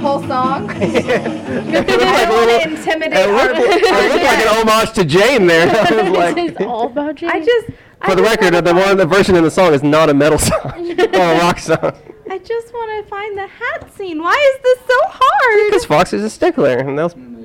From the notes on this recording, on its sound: This was our first ever live recording of Quash. Recorded live from the Arkansas Anime Festival! Mic didn't work so I did my best to amplify his voice as much as I could.